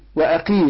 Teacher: القاف مكسورة تاخد أدنى درجات تفخيم